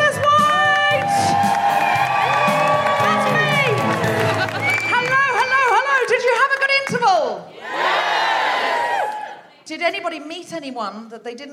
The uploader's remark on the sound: Live from the Lowry in Salford